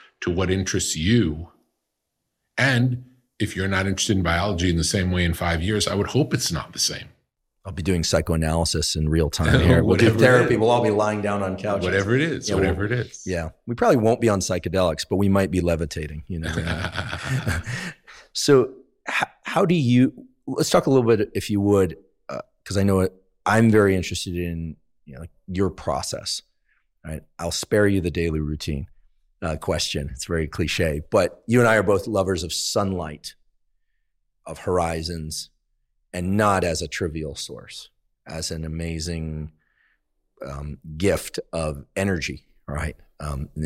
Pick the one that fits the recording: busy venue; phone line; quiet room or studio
quiet room or studio